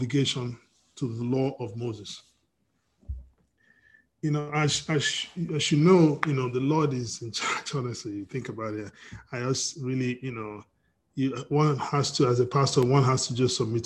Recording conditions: video call